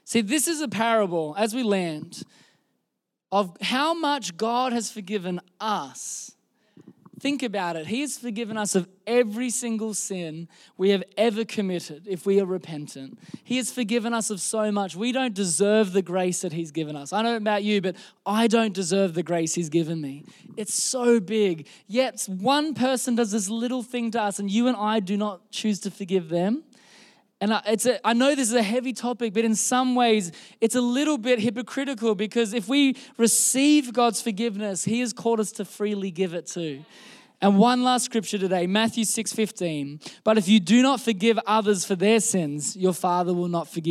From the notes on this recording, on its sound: This was recorded in our Melbourne service on the 20th of November, 2022